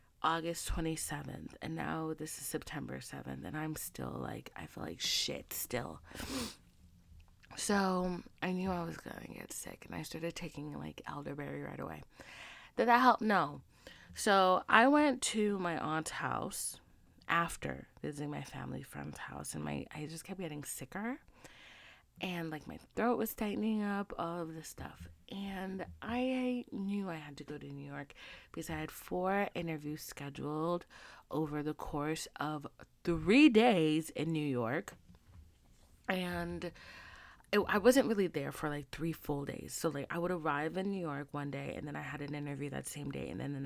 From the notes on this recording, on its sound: Side note this is not my normal recording set up so the sound is not as high as I'd like it to beeee.